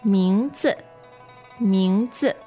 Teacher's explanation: the tones are second and neutral